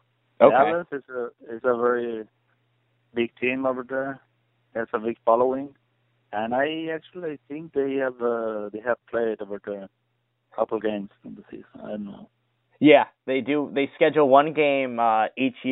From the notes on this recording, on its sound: conducted a phone interview